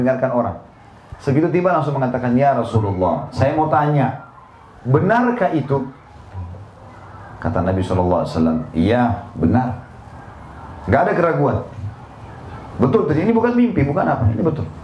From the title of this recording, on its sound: LIVE at San Bernardino, California